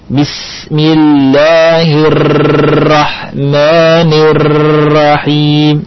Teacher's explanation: Dia sangka takrir adalah menggetarkan lisan berulang-ulang dalam ucapan ra. Dalam ucapan ra digetarkan lisannya berulang-ulang.